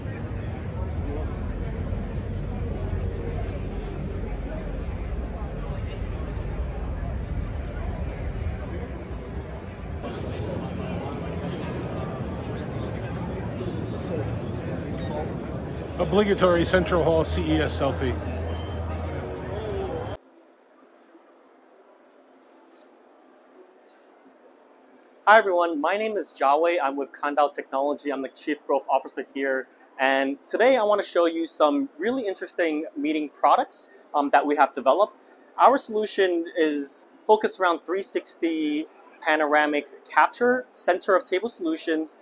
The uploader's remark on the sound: Live From CES 2024